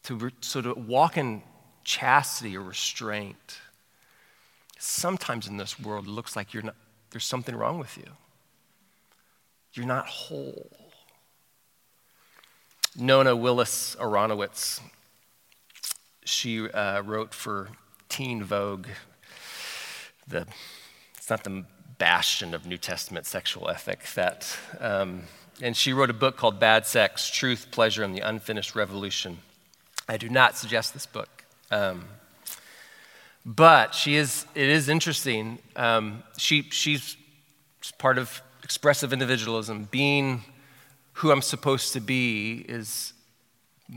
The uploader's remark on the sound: From Session One of our 2023 City Life Discipleship Conference